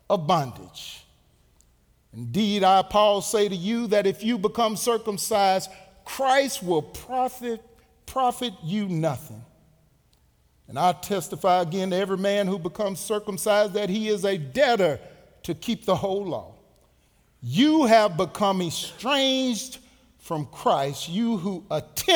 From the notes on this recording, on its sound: Recorded live at The Fellowship at Two Rivers